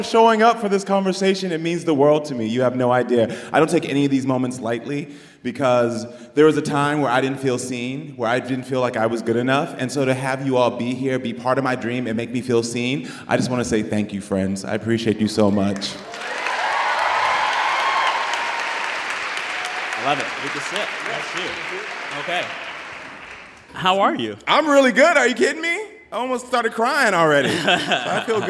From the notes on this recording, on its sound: Recorded in front of a live audience at Sixth & I in Washington, D.C.